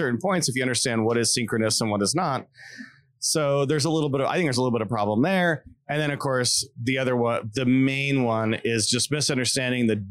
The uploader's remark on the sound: Still at RxJS Live. Interviewing speakers at RxJS Live.